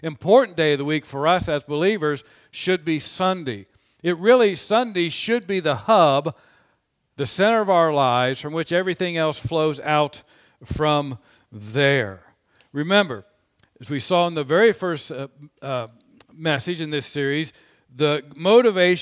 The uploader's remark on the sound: From the pulpit of Grace Community Church in Berea, KY.